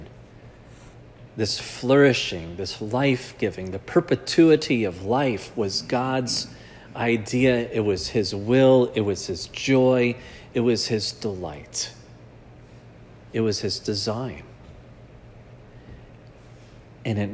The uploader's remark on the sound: This sermon was preached at Providence Church on Sanctity of Life Sunday.